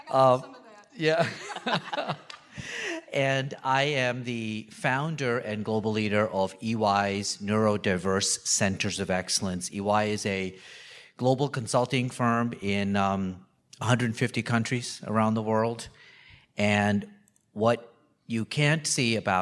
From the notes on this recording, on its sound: our final WorkingNation panel from the SXSW EDU 2023 conference last month in Austin